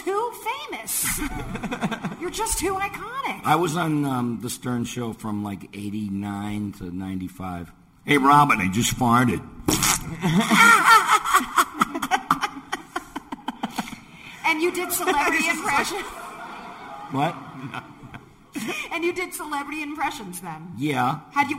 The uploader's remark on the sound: Live from FanExpo Denver. At their very first LIVE podcast recording. Our live audience. We welcomed our audience to create voices for original characters fans of the show submitted!